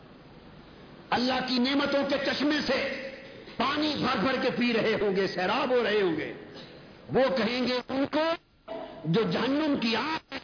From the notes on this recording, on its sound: A Speech delivered at Jamy Masjid Razay Mustafa